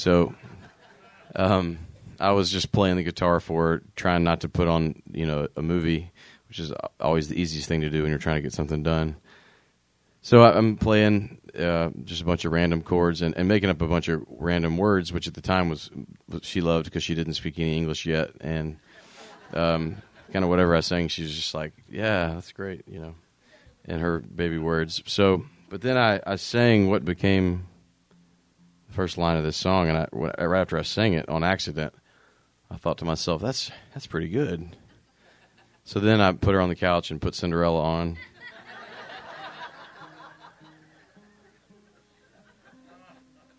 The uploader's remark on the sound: Live at Vue on 30A. From his session at the Vue on 30A at this year's 30A Songwriters Festival.